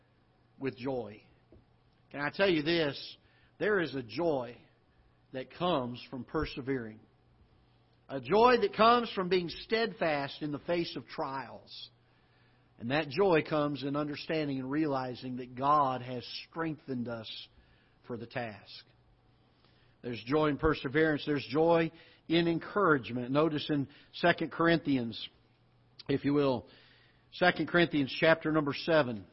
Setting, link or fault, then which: setting, large echoing room